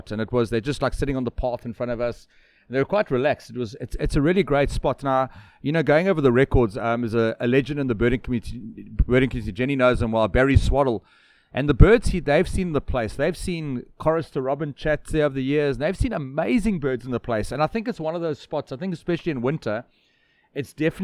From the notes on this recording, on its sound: In this month’s episode recorded at The Lazy Moose in Clansthal on the KwaZulu Natal South Coast.